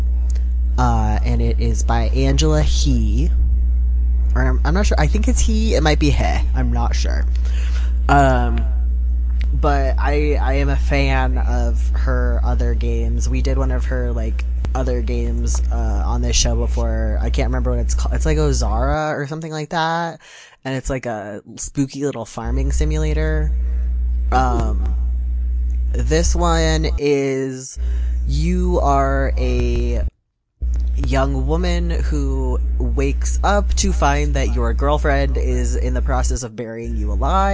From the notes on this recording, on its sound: Apologies for any audio issues! We had some hiccups this time but hopefully it's not too bad!